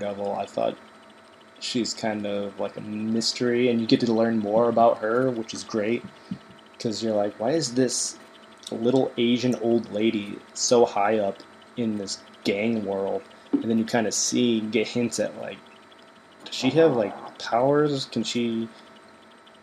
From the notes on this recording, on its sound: There is a slight buzzing noise coming from the computer fan throughout the episode